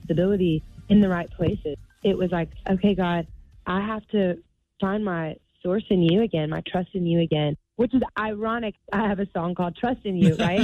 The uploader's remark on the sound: called in to the show